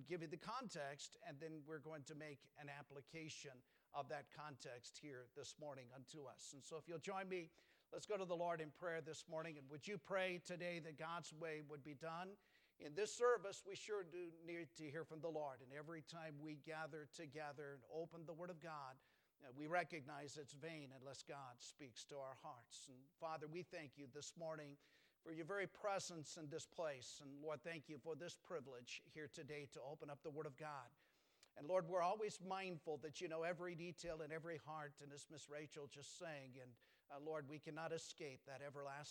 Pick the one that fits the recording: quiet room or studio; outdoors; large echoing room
large echoing room